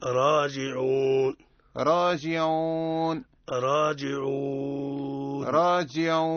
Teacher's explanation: المد العارض نقف عليه بالتوسط، وأنت مخير بين القصر والتوسط والطويل، لكن نحن نجعل سيما أن نقف عليه بالتوسط.